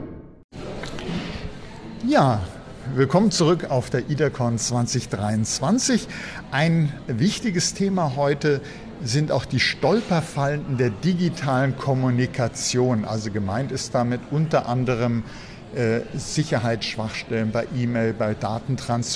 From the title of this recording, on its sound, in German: Live von der IDACON 2023